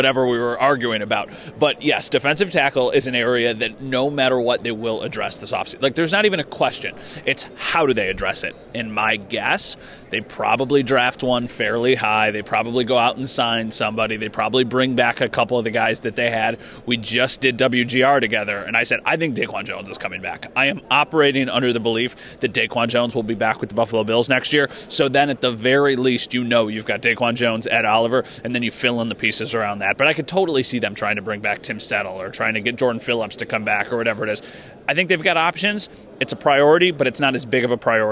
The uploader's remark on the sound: live again from the combine